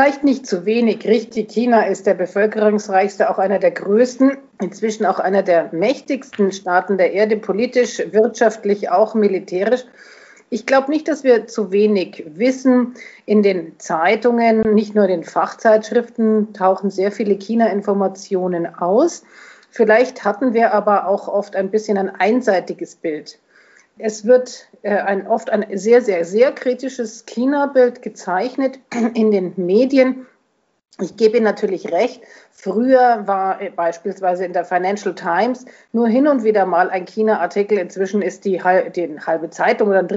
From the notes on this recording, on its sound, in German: Das Gespräch wurde am 17.05.2021 als Onlinetelefonat durchgeführt und aufgezeichnet.